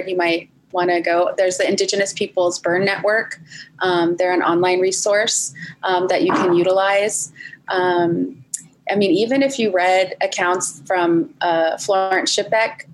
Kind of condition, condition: link, video call